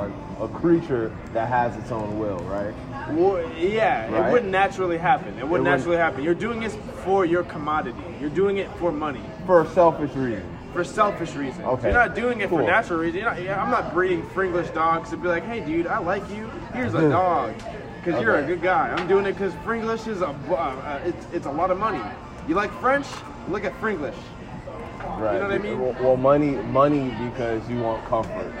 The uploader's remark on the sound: I was at this douchey artist party in Chicago where everyone was very detached & cool & ironic & loved to have stupid fucking debates & I walked in on this one on the fire escape so I had to record it.